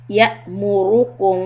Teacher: So Hamza has a sukun, give a little hiccup. يأمركم. The raw dhamma is heavy and the meem is followed by letter ba.